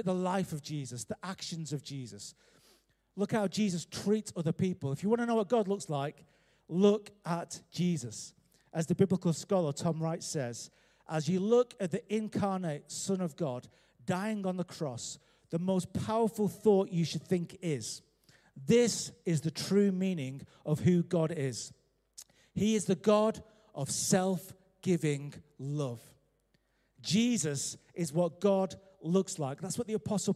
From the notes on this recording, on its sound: Recorded live at Life Church Lancashire.